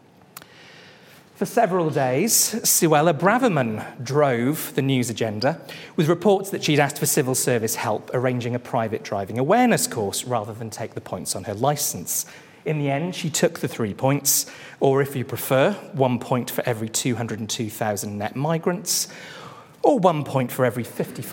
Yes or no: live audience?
yes